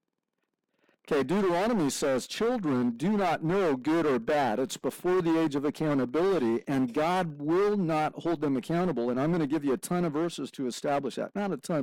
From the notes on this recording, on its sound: Forgive us for the sound quality - that should be fixed next week.